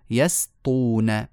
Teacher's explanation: مطلوب منا أن نرقق السين لئلا تتأثر بالطاء بعدها